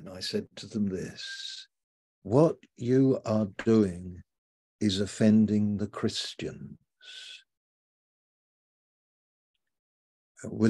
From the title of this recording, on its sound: Malaysia Meets (Zoom)